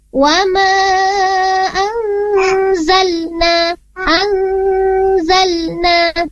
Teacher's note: Nah, untuk lam, lam sukun di sini tidak ada pentulan sedikit pun atau seperti bunyi kol-kolah di huruf lamnya